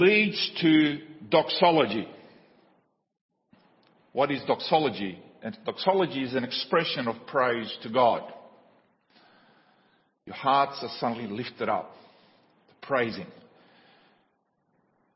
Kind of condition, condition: setting, large echoing room